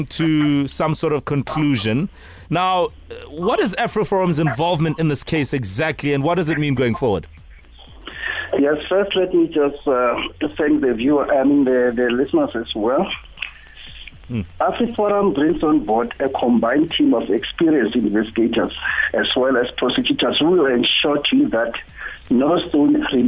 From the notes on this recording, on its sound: PHONE INTERVIEW.